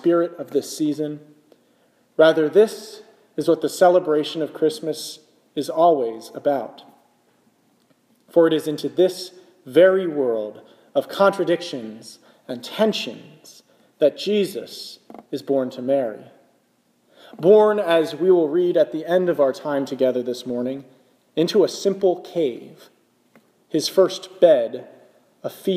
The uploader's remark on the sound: This is a sermon I preached in the chapel at the Clinical Center of the National Institutes of Health in Bethesda, MD, on December 24, 2017.